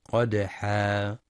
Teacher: وينتبه لتفخيم القاف في قدحا مع قلقلة الدال الساكنة